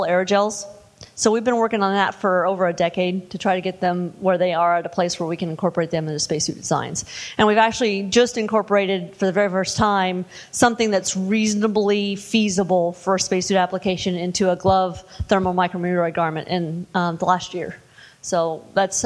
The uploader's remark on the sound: The event was located at the Left Bank Annex in Portland, Oregon. This is the first time the audio-only recordings of the speaker sessions have been released.